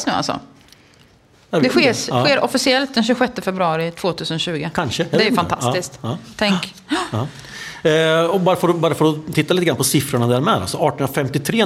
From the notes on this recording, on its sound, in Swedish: Gör för första gången sin pod inför publik och Åtvidabergs bibliotek arrangerar.